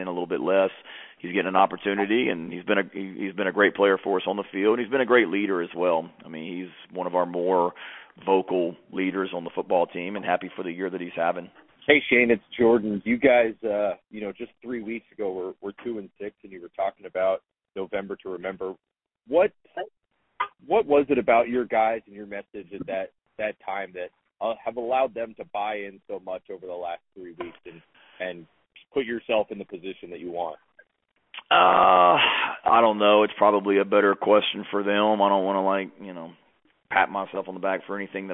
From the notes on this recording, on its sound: Sunday night conference call